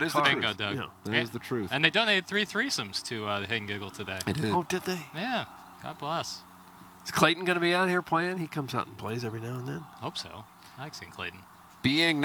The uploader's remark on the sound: Live from the TMA Hit & Giggle. Action on the short game area.